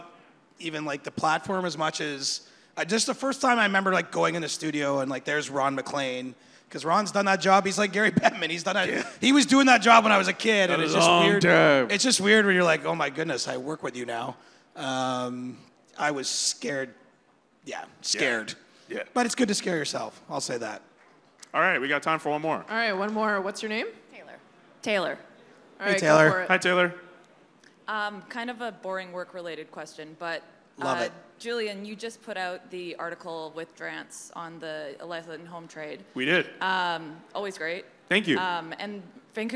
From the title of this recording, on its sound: Live from All-Star Weekend At The Rec Room